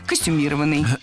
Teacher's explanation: прилагательное «костюмированный» с ударением на третьем слоге